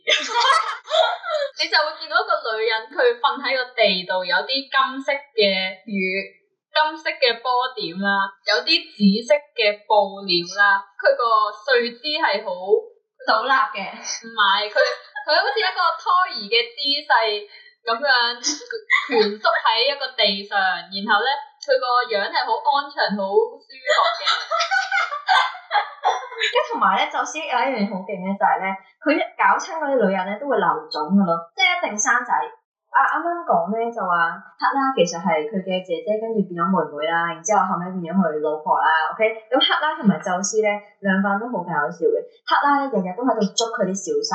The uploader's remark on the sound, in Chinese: 唔好意思，今集因為技術問題收音比較差，請大家見諒！下次一定會check好啲器材先！